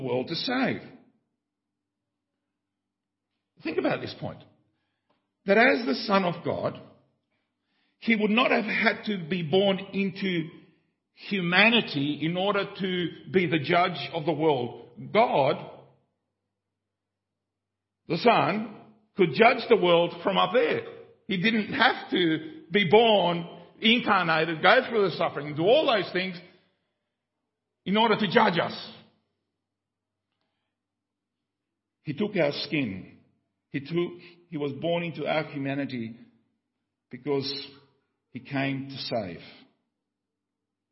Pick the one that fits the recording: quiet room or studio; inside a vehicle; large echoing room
large echoing room